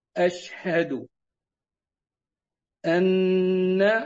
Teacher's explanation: أن حرف توكيد ونصب وهو النون المشددة التي تغن بمقدار حركتين